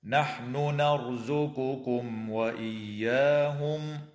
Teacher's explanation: وتظهر الميم الساكنة عند الواو في قوله تعالى: نرزقكم وإياهم.